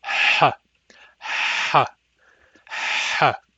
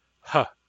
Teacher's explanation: The back H is significantly noisier than the plain H.